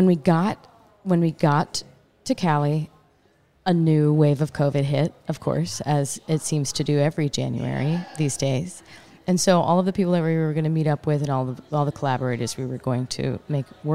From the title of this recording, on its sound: Live at Newport Folk Festival